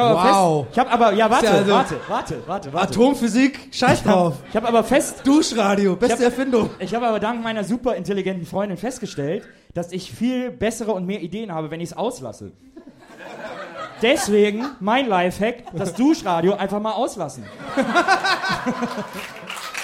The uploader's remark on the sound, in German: Haben sich die drei Showkartoffeln von "Gästeliste Geisterbahn" beim Aufnehmen auf eine Bühne gesetzt und dabei gegen Geld anschauen lassen. Diese Folge ist der Live-Mitschnitt davon, inklusive jeder Menge Sitcom-Lacher!